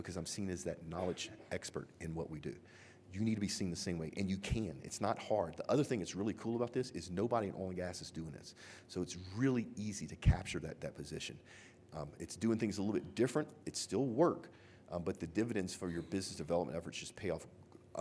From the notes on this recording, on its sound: Live! from the Geoconvention Keynote. We are Live from 2017 Geoconvention in Calgary.